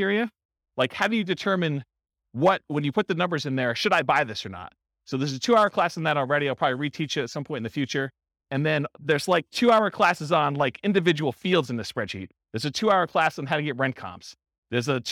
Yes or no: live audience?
yes